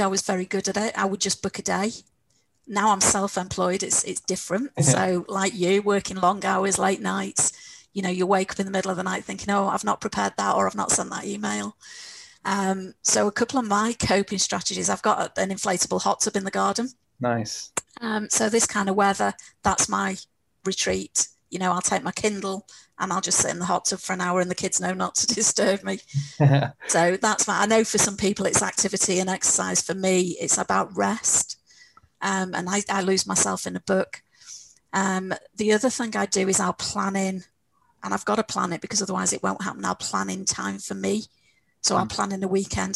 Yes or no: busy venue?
no